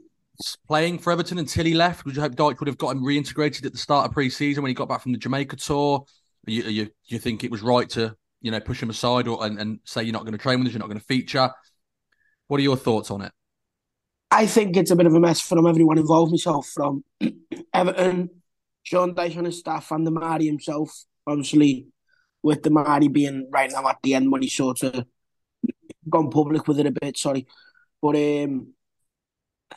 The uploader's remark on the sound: The guys discuss Everton's 2-2 draw at Bramall Lane via Zoom on this Sunday afternoon.